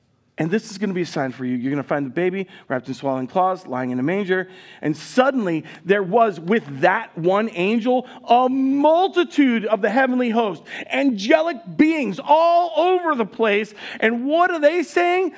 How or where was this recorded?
large echoing room